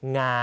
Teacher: เสียงสูงไม่เปลี่ยนระดับนะครับเสียงอ่านจะคล้ายกับเสียงสามัญในภาษาไทยนะครับ · Term: วรรณยุกต์งาง